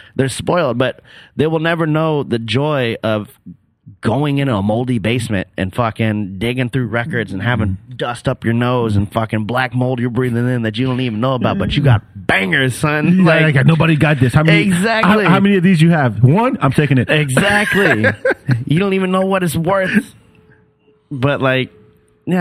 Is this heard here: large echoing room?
no